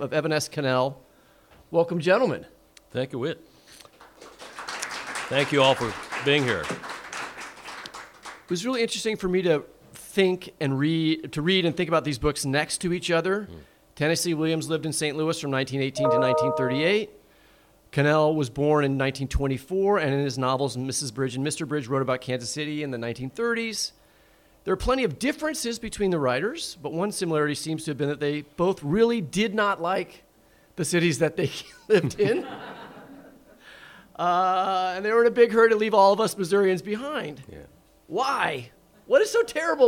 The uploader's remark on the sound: Live from the Unbound Book Festival in Columbia, Missouri. They take questions from the live audience at Unbound.